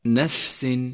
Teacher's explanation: لاحظ صفة الهمس لحرف الفاء في كلمة نفس، نفس، والفظها بشكل صحيح مع النفس هكذا نفس.